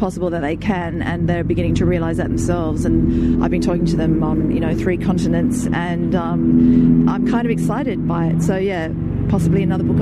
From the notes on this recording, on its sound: At the Sydney Writers’ Festival.